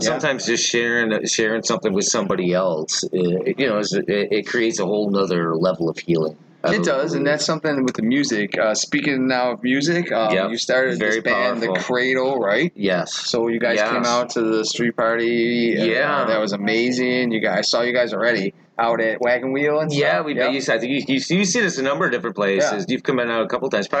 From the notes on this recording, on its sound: We had a chance to record him playing a song for us at the podcast recording. Podcast was recorded at This Little Pig restaurant.